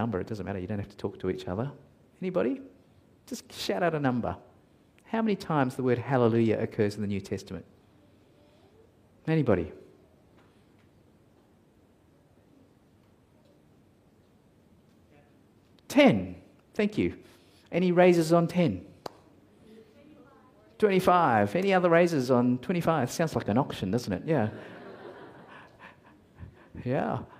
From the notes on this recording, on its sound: at Covenant Hope Church in Dubai, UAE, on Oct 23, 2022